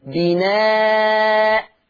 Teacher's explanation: إنما الوقف الصحيح إني طالما الحرف اللي أنا هقف عليه عليه فتحتين اللي هو التنوين المفتوح هبدل التنوين المفتوح بألف